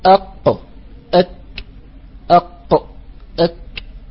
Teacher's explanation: ثم قال: والكاف أسفل، أي أن الكاف تخرج من نفس المخرج أقصى اللسان فوق، لكن أسفل من الكاف. إذن الكاف تخرج ما بين أقصى اللسان ووسطه، إذن الكاف أسفل من القاف، فنقول أق أك أق أك، فنجد نعم من المنطقة الصلبة، نعم، لذلك تخرج من أقصى اللسان مع ما يحاذيه من الحنك الأعلى من المنطقة القاسية والصلبة معا، يعني بينهما، بينهما أسفل من مخرج القاف قليلا.